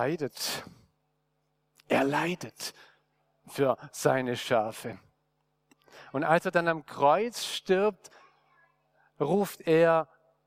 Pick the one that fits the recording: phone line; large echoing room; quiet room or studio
large echoing room